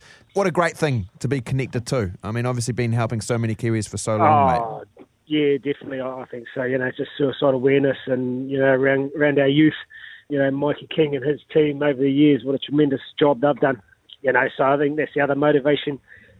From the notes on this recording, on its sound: We are joined on the phone